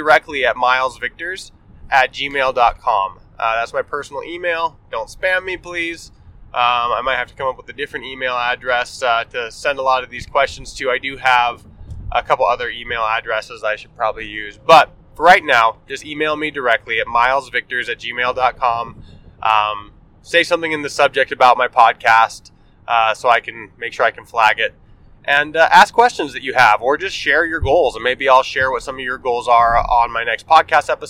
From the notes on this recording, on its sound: Pardon the poorer than usual audio quality as this is recorded on the fly while driving to northern Utah for a family event!